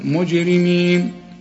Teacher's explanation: وما ننساش إن الجيم هنقلقلها